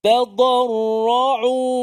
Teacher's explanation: Yang mana tadarra'u ni huruf yang tebalnya huruf dad dan ra. Dibaca dengan tebal. Dad memang sentiasa tebal lah.